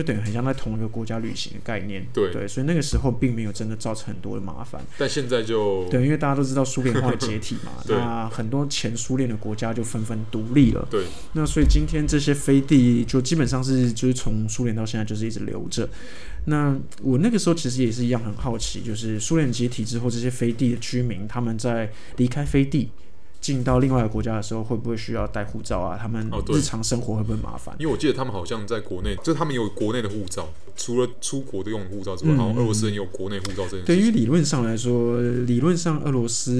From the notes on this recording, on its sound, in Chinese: 本集白噪音指數：蚊風級 1/5。錄音地點：515 Cafe & Books。